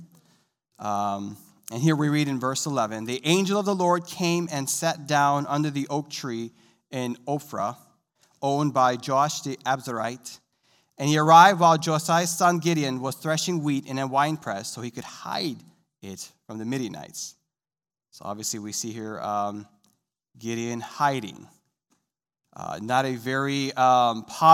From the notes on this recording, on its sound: This sermon was recorded live on November 21st, 2021, at Newark United Pentecostal Church.